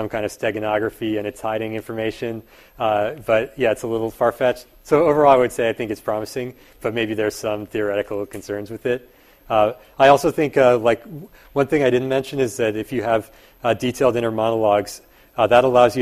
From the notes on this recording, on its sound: Part of a series of public lectures at Berkeley this spring.